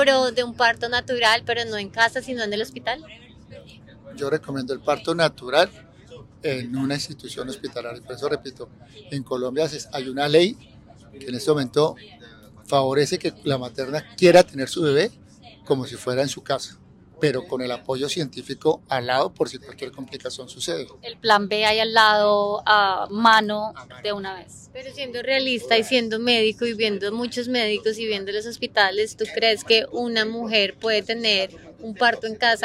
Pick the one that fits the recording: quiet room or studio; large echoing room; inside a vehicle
inside a vehicle